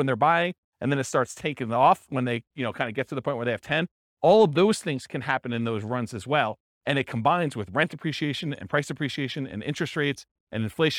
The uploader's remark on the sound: This was a live class recorded